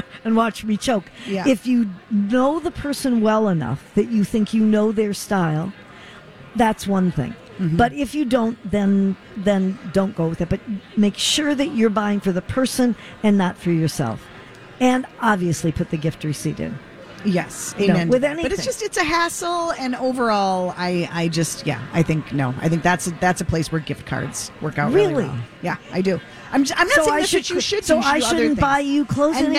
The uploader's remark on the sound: Live broadcast from the Children's Theatre Company. They answer young callers questions.